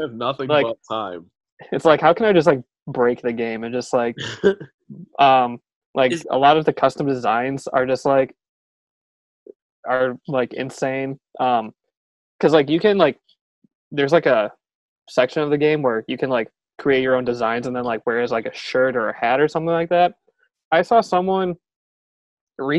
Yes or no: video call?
yes